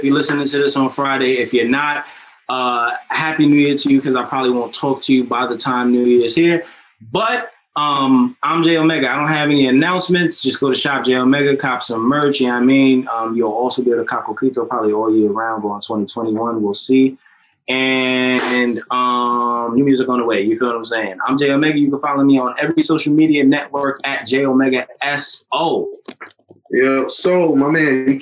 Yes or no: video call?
yes